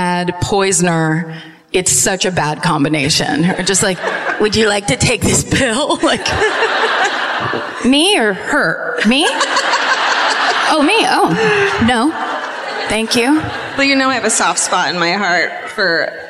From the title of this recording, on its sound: Live at the Hammersmith Apollo in London